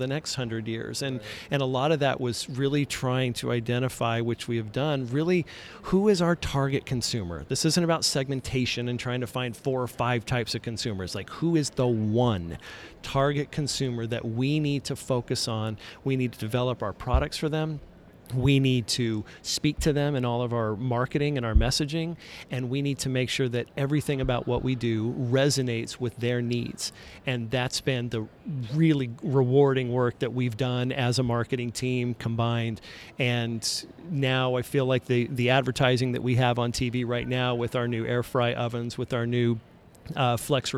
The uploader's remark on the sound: In this Episode recorded live from the floor of CRC.